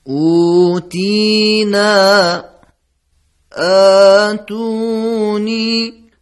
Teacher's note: در این 2 کلمه هر سه حرکت به کار رفته، یعنی هم صدای کشیده آ، هم صدای کشیده ای و هم صدای کشیده او. حتما دقت کردین که میزان کشش معمولی است، یعنی تلفظ و به سرعت رد میشیم.